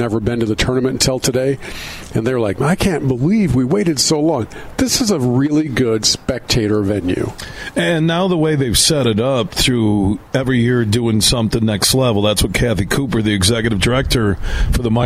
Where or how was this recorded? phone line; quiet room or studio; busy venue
busy venue